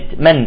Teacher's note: الميم هنا متحركة مع ذلك فيها غنة ولكن زمنها قصير